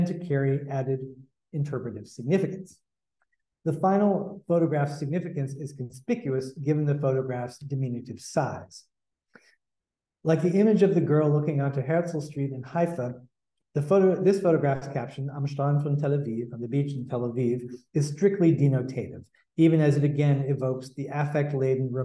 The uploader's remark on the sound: Held as part of the Leo Baeck Institute London Lecture Series 2023 at Senate House, Malet St, London WC1E 7HU.